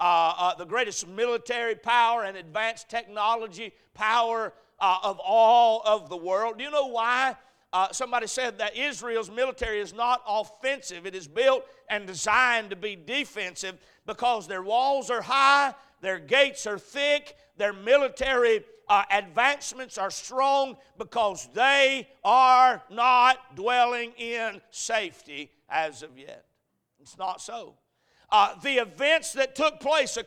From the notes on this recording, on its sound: A message preached at Crossroads Baptist Church